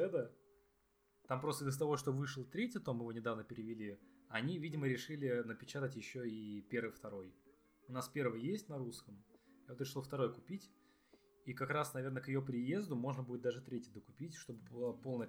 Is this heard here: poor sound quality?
yes